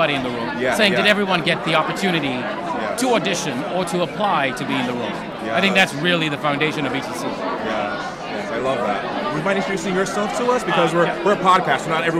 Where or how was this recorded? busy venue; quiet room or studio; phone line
busy venue